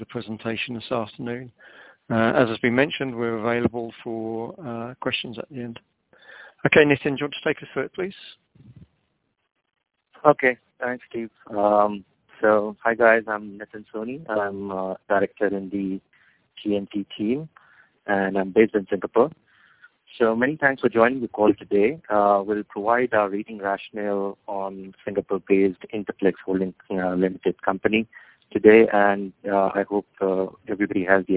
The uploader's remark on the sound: Teleconference Replay. By Fitch Ratings.